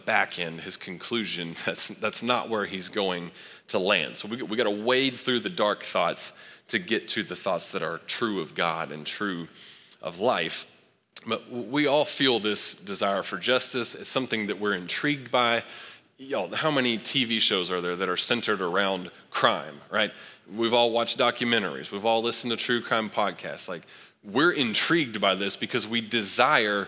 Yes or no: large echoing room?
yes